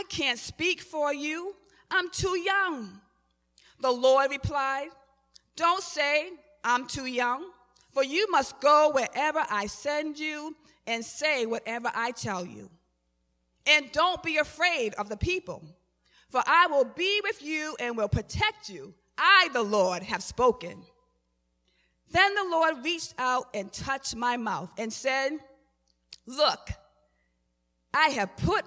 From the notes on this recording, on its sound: Recorded at the 11:30am Service on 2017-05-14.